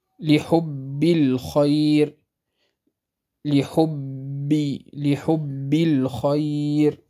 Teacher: ينحبس الصوت خلف الشفتين ويهتز الوتران الصوتيان عند نطق الباء المشددة، من نحو قوله تعالى مثلا وفاكهة وأبا لحب الخير، لحب الخير، هذا بالنسبة للحرف الشديد.